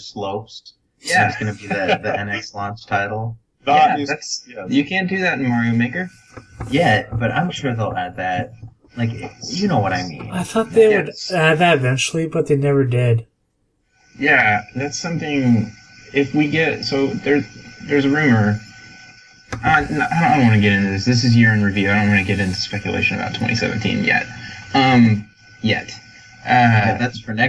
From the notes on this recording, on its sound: We also had a hiccup with the recording this week, so apologies if the recording quality is a bit lower than usual.